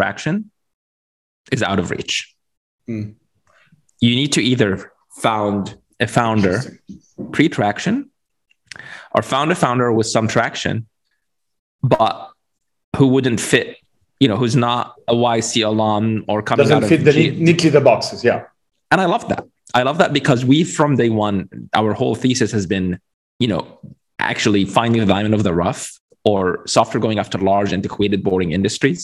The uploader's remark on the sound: Via Zoom in Silicon Valley.